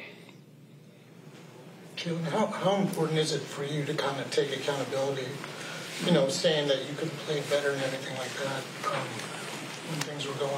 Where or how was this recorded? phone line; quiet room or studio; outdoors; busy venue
busy venue